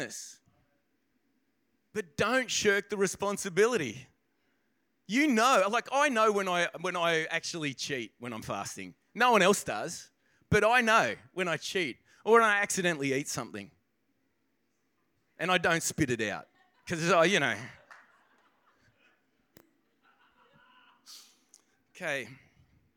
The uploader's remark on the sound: This podcast begins part-way through the message due to technical difficulties. This message was recorded on 04/02/2024 during the 10am service.